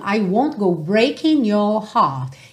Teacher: breaking your, fica muito mais fácil eu juntar esse N já no your, certo?